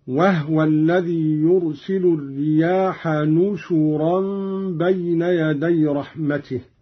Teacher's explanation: قرأ قالون بالنون مكان الباء وضم الشين هكذا: وهو الذي يرسل الرياح نشورا بين يدي رحمته، وضم النون والشين على معنى الجمع أي ناشر، مثل نازل ونزل.